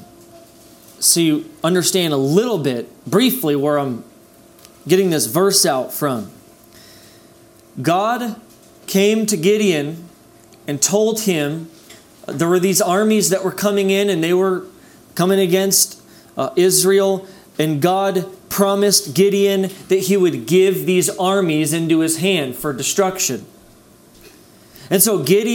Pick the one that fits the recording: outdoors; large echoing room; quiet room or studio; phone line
large echoing room